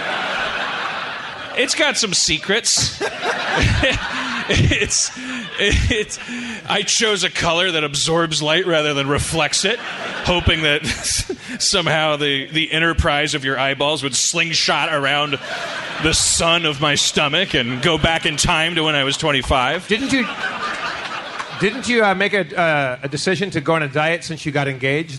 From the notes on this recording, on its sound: Live At Cobb's in San Francisco. Harmontown does the 13th annual San Francisco Sketchfest.